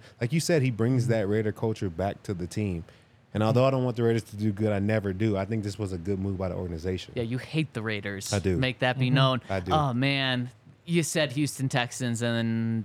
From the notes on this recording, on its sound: coming to you LIVE from the DNVR Bar